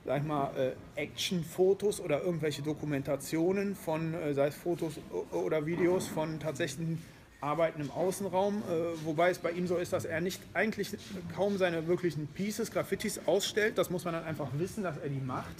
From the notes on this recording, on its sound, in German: Periscope-Interview I. Live vor Ort via Persicope bei der #Bundeskunsthalloffame.